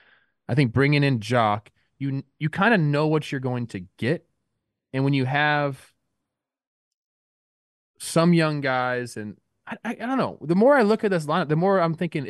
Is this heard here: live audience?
no